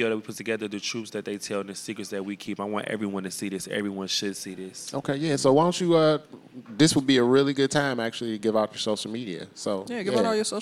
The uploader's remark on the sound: go on location to Wayne State University for the Queering Racial Justice Conference